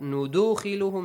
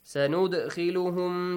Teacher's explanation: The doll appears ساكن and قلقل. The rule قلقل is applied. Echoing sound. · Shown in: second take